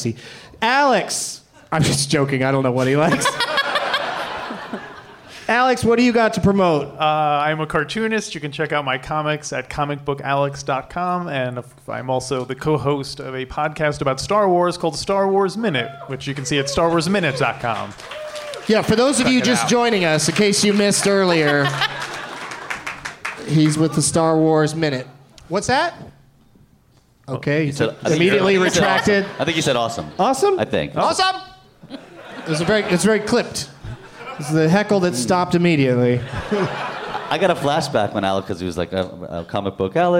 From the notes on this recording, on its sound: Live from the Helium Comedy Club in Portland, OR